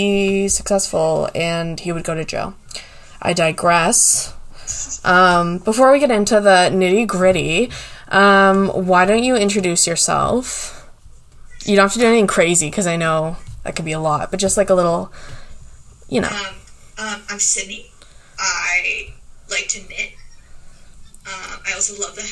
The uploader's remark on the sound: Due to my illness, I had to meet virtually with my (recurring) guest. If the sound is off, my apologies!!!